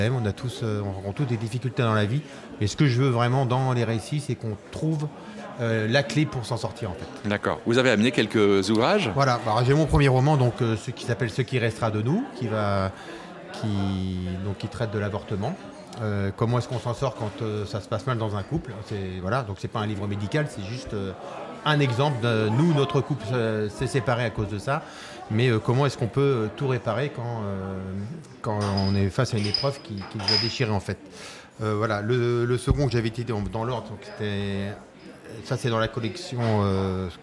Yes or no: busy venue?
yes